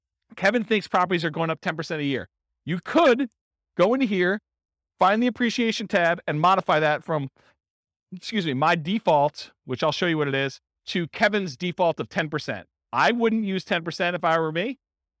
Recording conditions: live audience